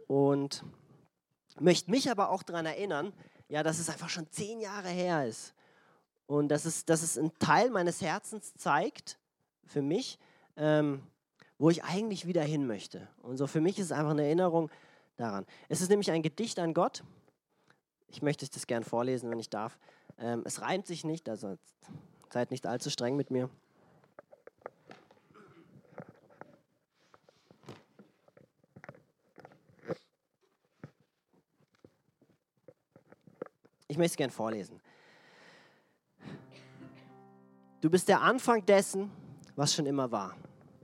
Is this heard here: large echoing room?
yes